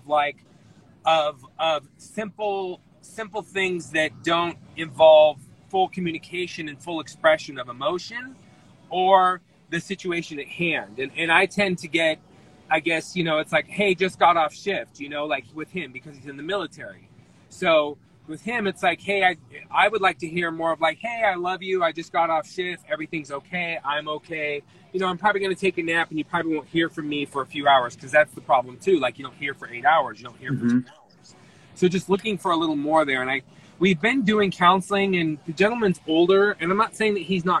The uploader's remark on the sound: as they're driving in the car